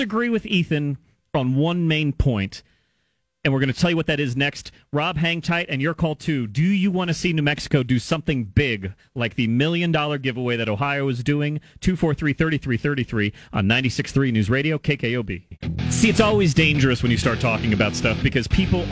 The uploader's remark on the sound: Takes your phone calls on News Radio KKOB.